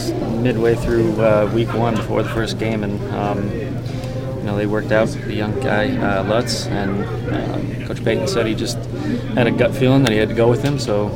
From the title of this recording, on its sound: Locker Room Sound From Winter Park